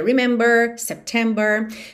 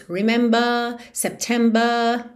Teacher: o inglês britânico tende a não enrolar a língua e alongar um pouco a vogal anterior · Shown in: second take